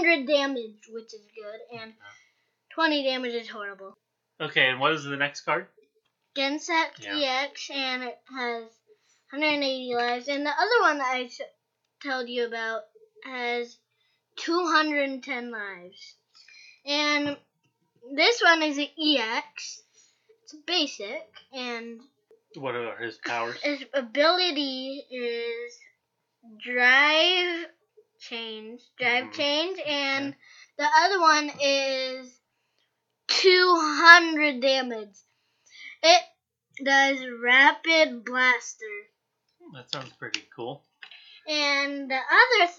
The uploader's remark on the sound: While recording our first several episodes we were still figuring things out like recording, which mic to use, and editing so please bear with the sound quality.